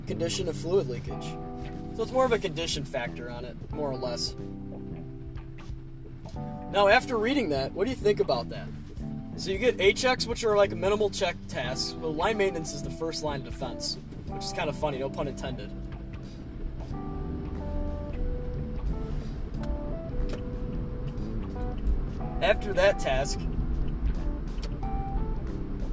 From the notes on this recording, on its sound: I'm in the car again